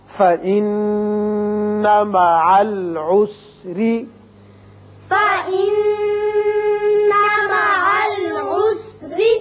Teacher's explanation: ذکرت، فإن مع العسر، فإن مع العسر، نون مشدد ہے، غنہ کریں گے اور یہاں را کے نیچے زیر ہے، را باریک پڑا جائے گا۔